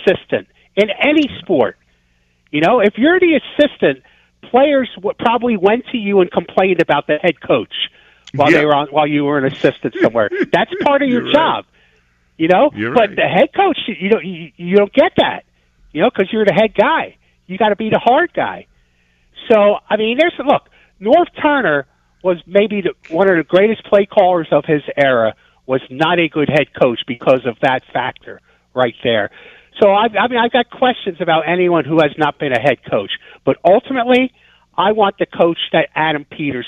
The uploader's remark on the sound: takes calls from listeners